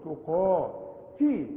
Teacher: شوفوا التاء مرققة قوي، القاف عالية قوي، تقا تي، التاء بقى تكون اكثر رقة هنا لانها مكسورة، تو تي، تقاتلون في سبيل الله، ما دام اللام مكسورة الا ما ترقق.